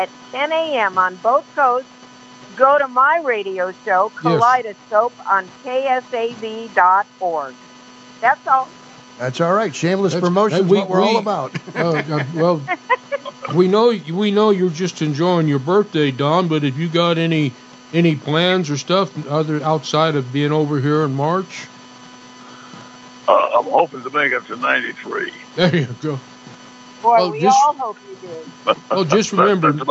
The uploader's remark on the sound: joins us by phone